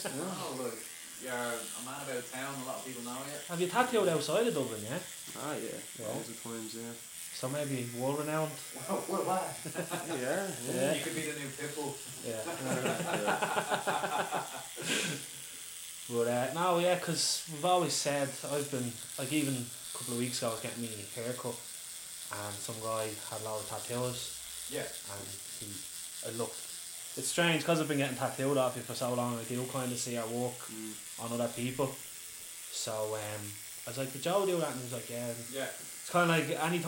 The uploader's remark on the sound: We apologize for the sound as this was the first time we ventured out of the studio with the mic.